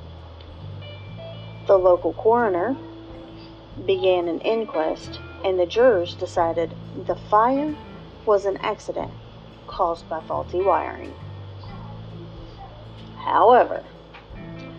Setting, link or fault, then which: fault, background noise